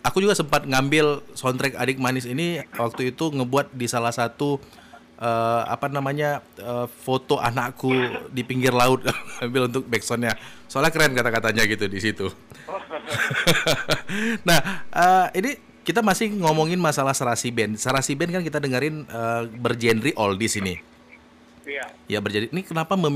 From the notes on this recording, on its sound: Live Phone. Di studio 101.1 FM.